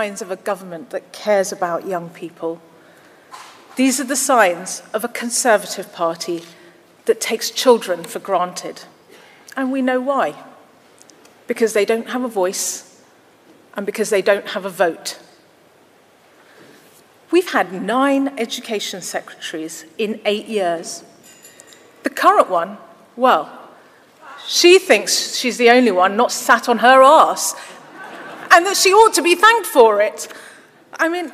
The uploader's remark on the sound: Speech to Conference. Speech in Bournemouth.